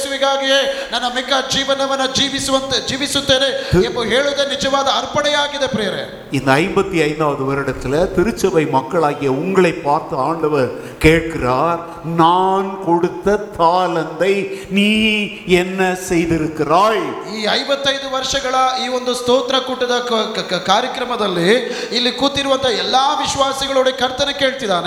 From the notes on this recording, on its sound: Preached at Full Gospel Church, Jalahalli. On the occasion of the Church's 55th anniversary.